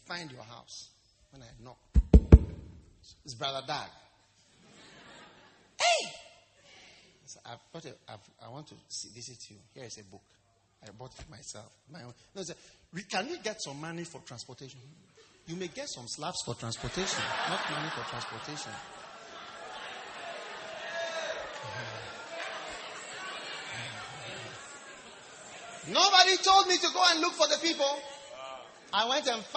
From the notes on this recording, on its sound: Preached at the Wisdom Impartation Service.